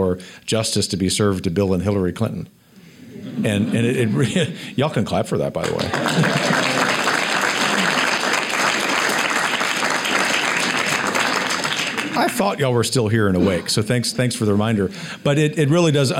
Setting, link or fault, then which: setting, live audience